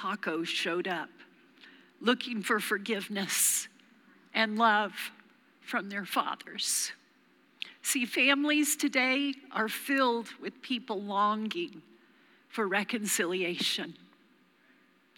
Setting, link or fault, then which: setting, large echoing room